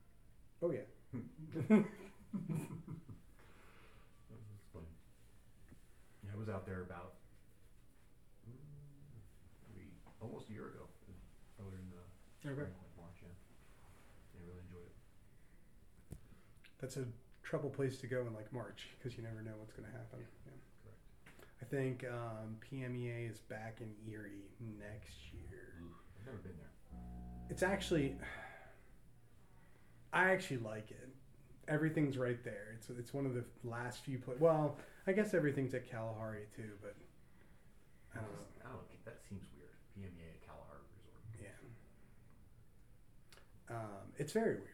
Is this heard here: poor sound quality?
yes